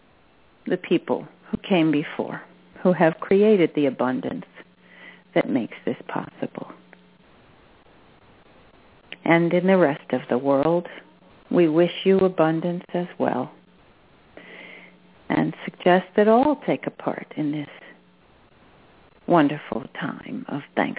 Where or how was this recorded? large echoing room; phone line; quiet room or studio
phone line